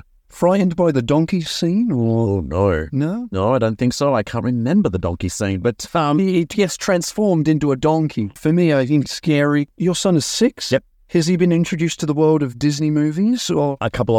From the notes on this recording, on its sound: This is a re-production and edited version of a conversation recording in early 2019, back when I recorded episodes in my car.